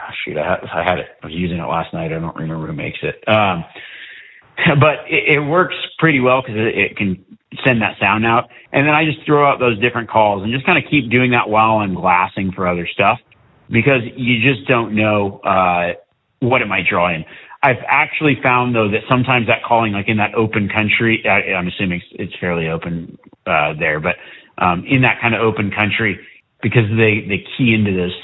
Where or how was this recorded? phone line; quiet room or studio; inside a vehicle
phone line